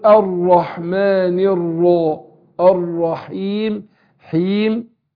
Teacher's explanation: الراء بترتقي، اللسان بيرتفع عند النطق بها ومشددة يعني احذر من التكرير. · Term: الراء مفخمة